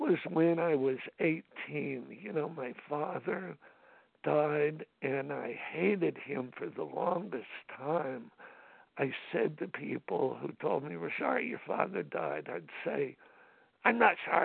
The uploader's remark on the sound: from the 100 Pounders Phone Meeting, 8/27/23.